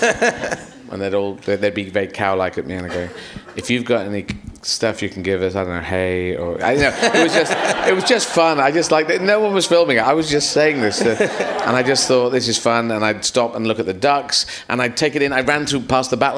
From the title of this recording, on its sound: Leicester Square Theatre Podcast